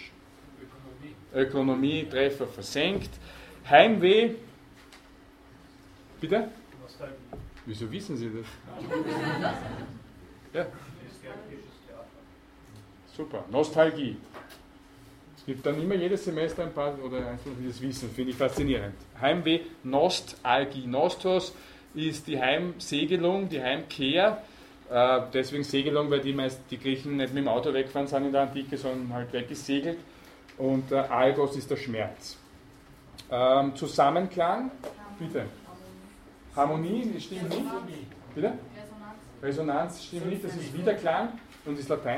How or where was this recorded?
large echoing room